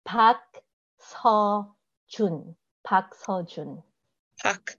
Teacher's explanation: There's no R, R, and it's like a sound between a B and a P